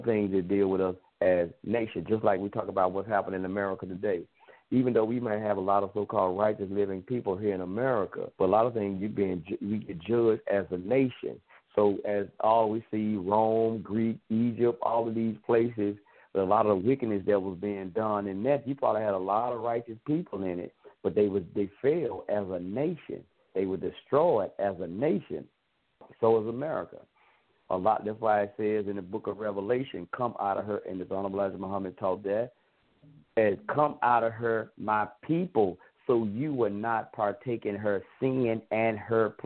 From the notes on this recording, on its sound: It's open line phone conversations on a Friday night.